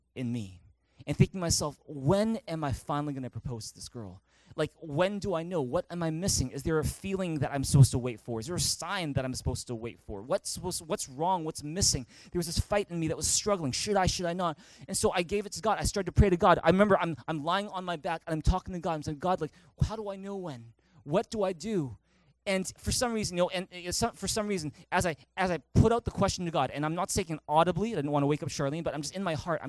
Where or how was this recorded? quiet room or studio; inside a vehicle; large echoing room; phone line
large echoing room